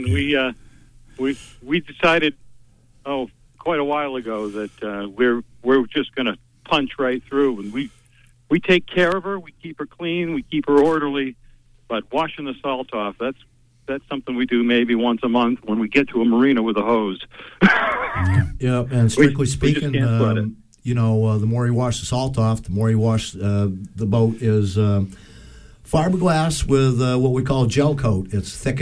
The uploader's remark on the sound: By phone doing the loop.